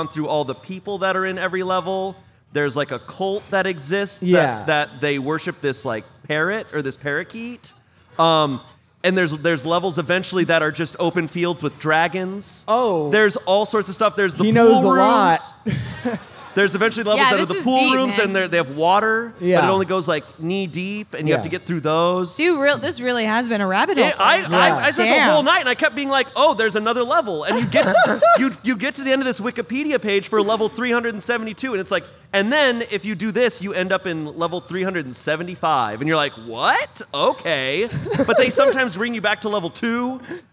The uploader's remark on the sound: Live at Mythicon. Live from Mythicon!